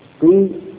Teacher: في الإشمام تجعل للكسر ثلثين وللضم ثلث